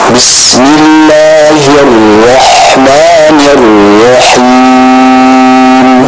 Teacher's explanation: huruf ra apabila dia bertasydid maka di sana ada yang dinamakan sebagai an-nabr, yaitu adanya tekanan suara ya, atau adanya hentakan tekanan pada huruf ra yang bertasydid tersebut